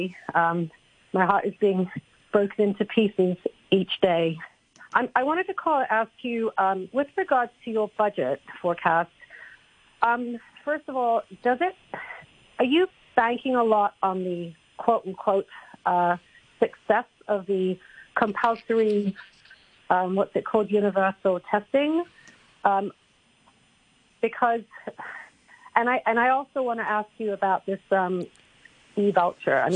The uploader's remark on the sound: The Financial Secretary Phone-in. We'll have a special phone-in, with a chance to speak directly to the FS.